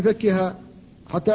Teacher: وكذلك ضللنا، فاللام ساكنة قبل النون وهما متقاربان في المخرج، فلا بد من فكها حتى لا يقع الادغام، وهذا الفك دون قلقلة